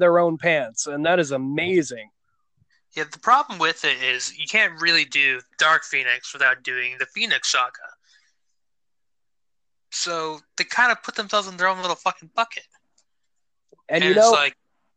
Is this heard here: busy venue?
no